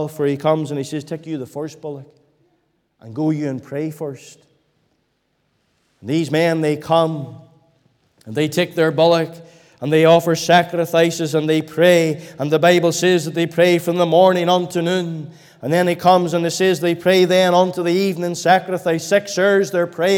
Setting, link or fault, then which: setting, large echoing room